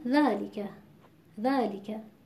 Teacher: در تلفظ حرف لام و کسره ای که این حرف داره اختلاس دیده میشه، یعنی به نحوی حق و مستحق این حرف کامل ادا نشده، انگار حرف لام با کسره ای که داره زیر سایه ذا قرار گرفته، ذالیکه.